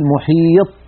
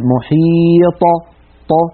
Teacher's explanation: فإذا سكنت الطاء اهتزت في مخرجها وخرجت بالتباعد بين طرفي عضو النطق · Shown in: second take · ولم تخرج بالقرع أو بالتصادم بين طرفي عضو النطق كبقية الحروف الساكنة، فنقول في السكون أطى محيط، ولا نقول محيط هكذا محيط، بل نقول محيط ط، فهكذا نخرجها بالتباعد بين طرفي عضو النطق شديدة مجهورة مستعلية مطبقة. · Term: القلقلة